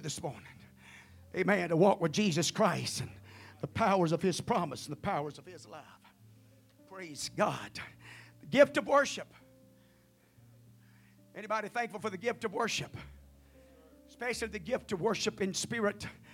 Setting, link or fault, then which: setting, large echoing room